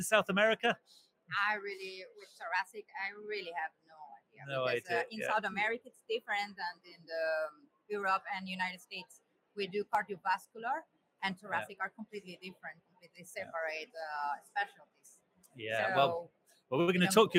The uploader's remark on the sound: Live from EACTS. Reports live from the 2023 EACTS Annual Meeting. This edition of The Beat was livestreamed from Vienna, Austria.